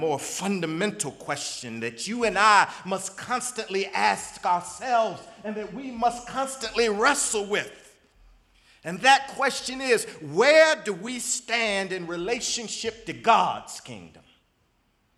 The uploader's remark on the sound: in the Memorial Church at the Knafel Center